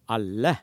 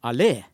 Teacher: Og OK, der er tonelagsforskjell der, men der er faktisk òg trykkforskjell, for alle har trykk på første stavelse, og allé har trykk på andre stavelse. Og som om det ikke var nok, så er jo e-vokalen på slutten der kort i det ene ordet og lang i det andre. · så er jo e-vokalen på slutten der kort i det ene ordet og lang i det andre. Så her er det ikke mindre enn tre ting tonelag, trykk og vokallengde som til sammen er med å gjøre dette til to forskjellige ord.